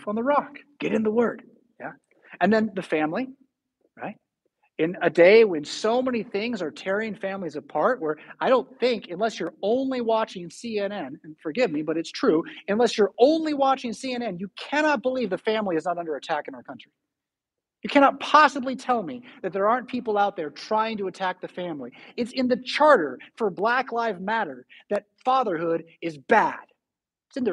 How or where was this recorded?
large echoing room